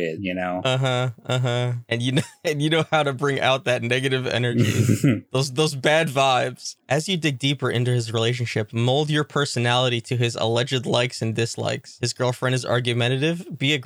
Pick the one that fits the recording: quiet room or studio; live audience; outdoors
quiet room or studio